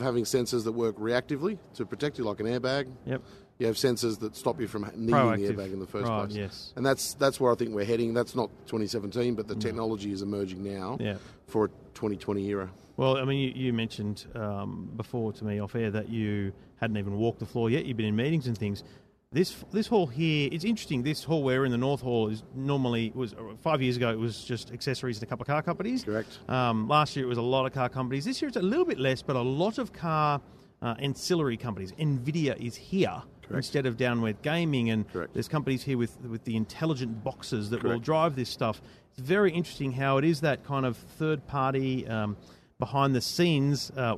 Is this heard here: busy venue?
yes